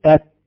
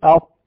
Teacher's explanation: نجد أن التاء مستفلة تخرج واللسان منحط ومنبطح في أسفل قاعدة الفك أو الفم · Shown in: first take · عند الفك السفلي إلى أسفل، يقال التسفل، فيقال أت. · Term: الاستفال